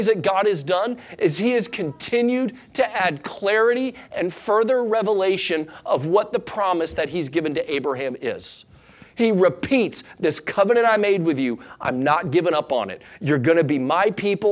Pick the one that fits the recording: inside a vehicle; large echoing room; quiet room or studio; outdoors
large echoing room